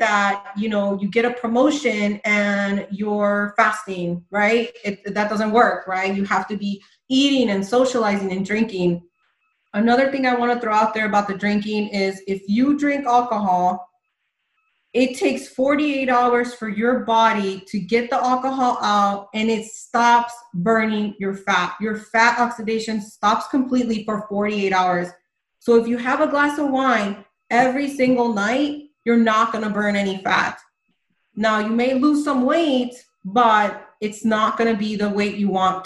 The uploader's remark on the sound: This is a replay from a Zoom Call. For our FB private fasting ladies group.